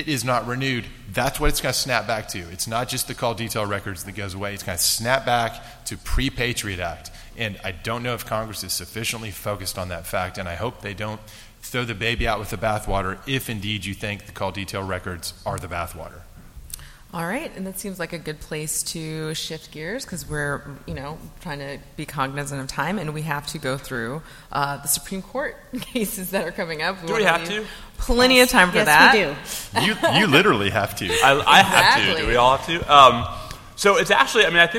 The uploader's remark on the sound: This podcast was recorded live at the 29th Annual Review of the Field of National Security Law CLE Conference.